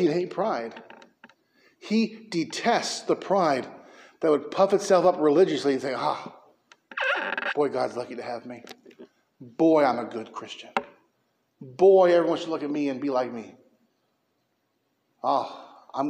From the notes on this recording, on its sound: preached at Mckee Road Baptist Church in Bakersfield, Ca.